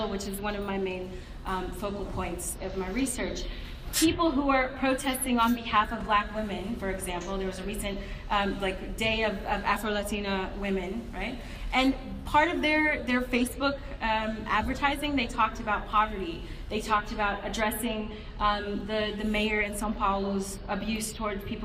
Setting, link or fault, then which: setting, live audience